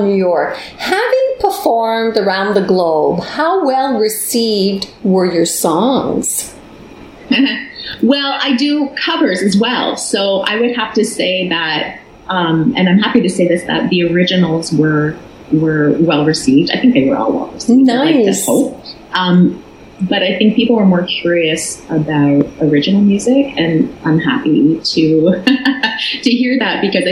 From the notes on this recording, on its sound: this week via ZOOM on Beach Corner – Beach BOOSTER Radio